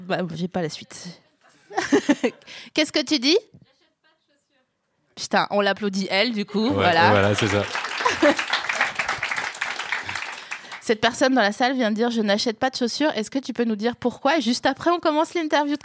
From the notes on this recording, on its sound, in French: Cet épisode a été enregistré le 13 avril 2019 à La Nouvelle Seine (3 Quai de Montebello, Paris 5e)